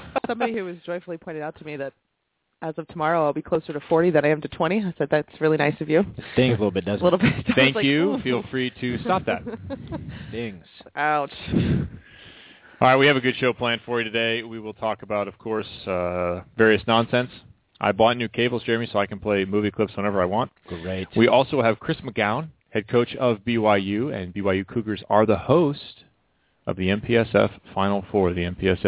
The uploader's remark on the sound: checked in, by phone, for a few minutes